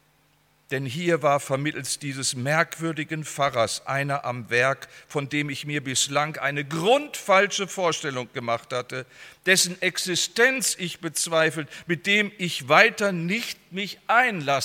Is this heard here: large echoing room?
yes